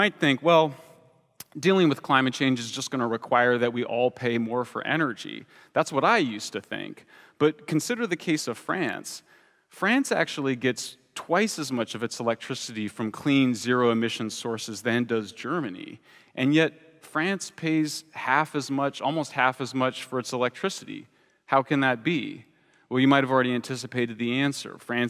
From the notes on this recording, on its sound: This talk was given at a TEDx event using the TED conference format but independently organized by a local community.